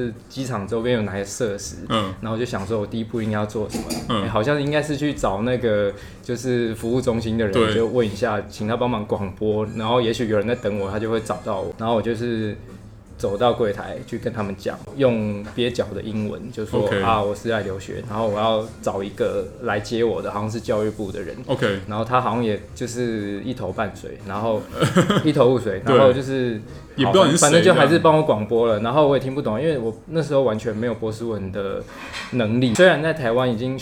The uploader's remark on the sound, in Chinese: 錄音地點：Kafemera - 卡菲米朗坊